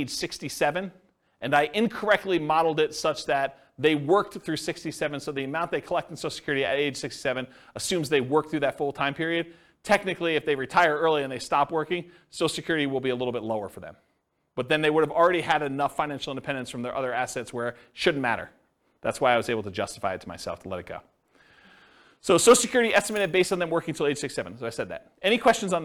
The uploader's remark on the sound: This was a live class recorded